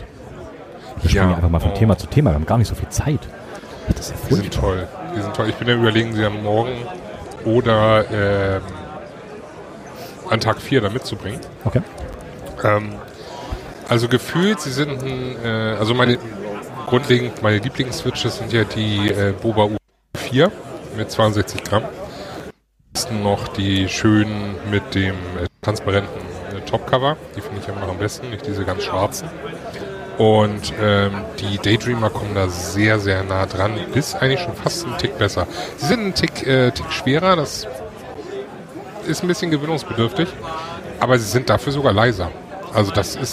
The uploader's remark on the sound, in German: Late Night zu dreivirtel aus dem CCH in Hamburg live vom 37C3! Ist eure monatliche Live-Keyboard-Late-Night-Show.